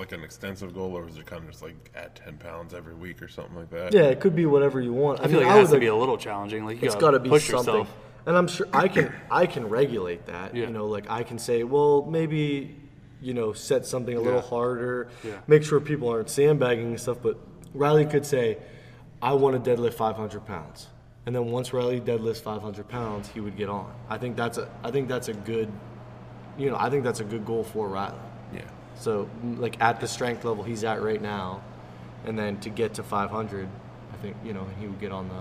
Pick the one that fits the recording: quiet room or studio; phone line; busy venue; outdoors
busy venue